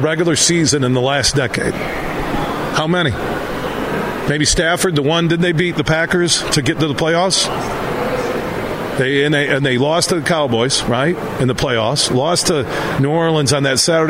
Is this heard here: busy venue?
yes